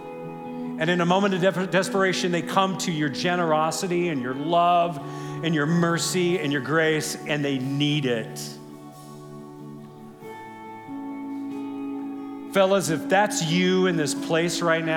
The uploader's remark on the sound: This is from our most recent event, Men’s Roundup 2023. This is session 1 from Friday night.